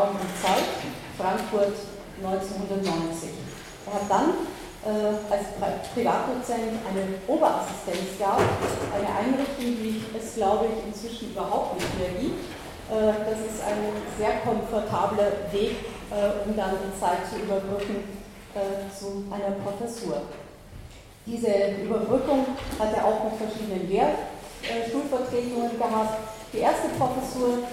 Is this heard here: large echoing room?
yes